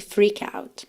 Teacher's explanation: essa letra T de out, né, consoante oclusiva, que poderia parecer mais, menos ou nada, quase não aparece.